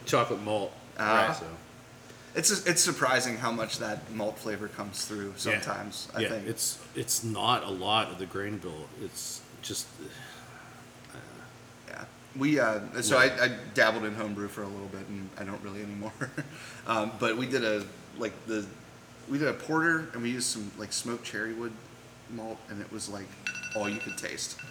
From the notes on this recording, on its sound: We were recording at Couch Brewery. We put him on speakerphone.